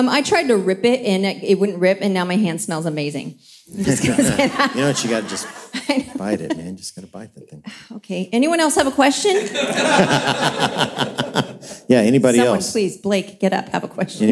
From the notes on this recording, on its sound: LIVE from Experience Conference 2023 at Disney's Coronado Springs Resort in Orlando, FL recording with a tremendous audience!